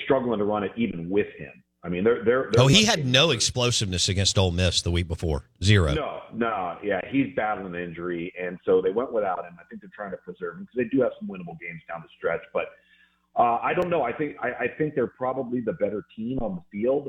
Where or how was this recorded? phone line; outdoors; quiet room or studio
phone line